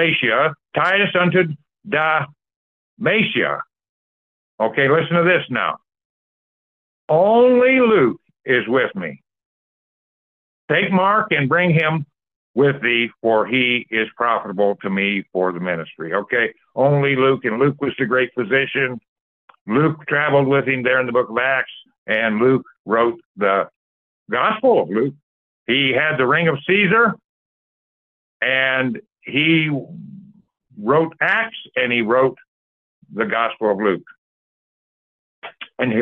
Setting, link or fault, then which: link, phone line